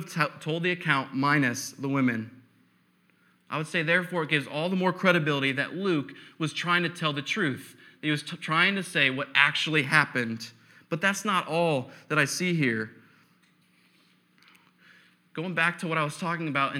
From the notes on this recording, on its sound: preached on November 8, 2015 at Veritas East